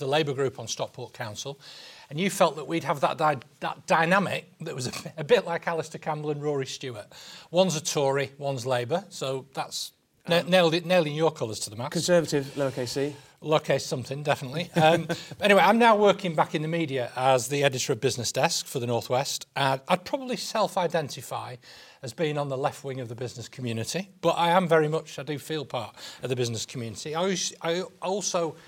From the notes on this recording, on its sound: Recorded in front of a live audience at the Better Business Summit.